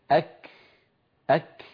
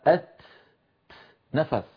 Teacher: وكنا نتكلم قبل الفاصل أن العرب كانوا يحبسون صوت الكاف والتاء في أول نطقهما وهو صفة الشدة، ثم يفرجون عن الحرف يعني يباعدون طرفي المخرج فيتدفق نفس وليس صوت